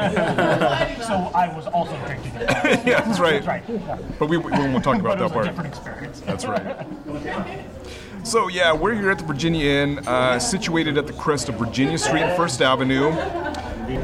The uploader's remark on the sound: Virginia Inn in Pike Place Market. Recorded live at Virginia Inn on 04/19/2023.